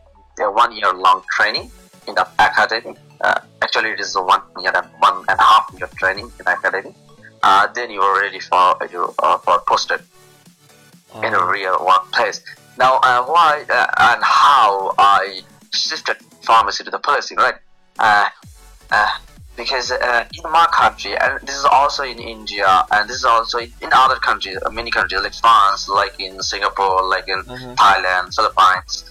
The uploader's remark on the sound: the skype voice quality is not so good in this case